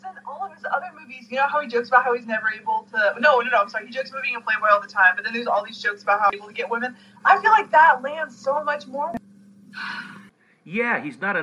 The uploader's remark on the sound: the audio on this podcast is not the best, we had some technical difficulties doing this over Skype.